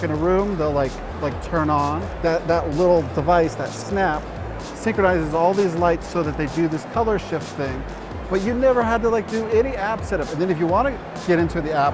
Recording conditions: busy venue